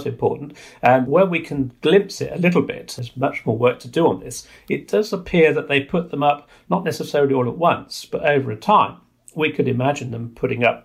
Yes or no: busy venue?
no